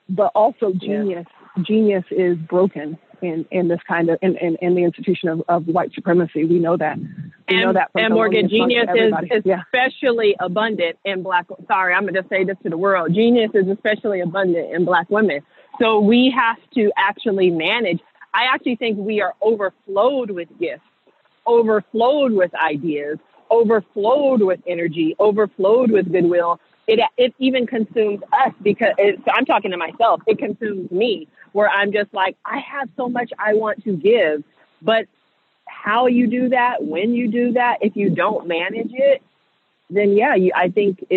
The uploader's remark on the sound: hop on the phone and take a walk